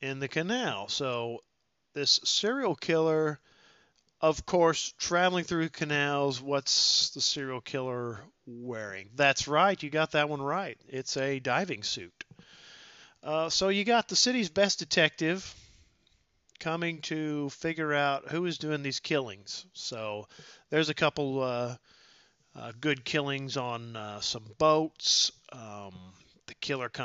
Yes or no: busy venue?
no